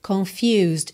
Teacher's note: O S tem um sonzinho quase de Z, né? Já junta no D, confused, e o U tem esse som U, U, que é o nome da letra U em inglês, tá?